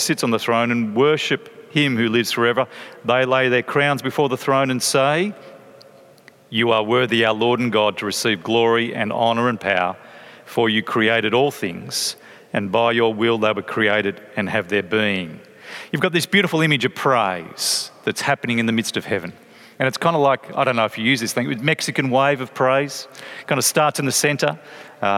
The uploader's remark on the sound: from a talk at 2017's Planting Collective Conference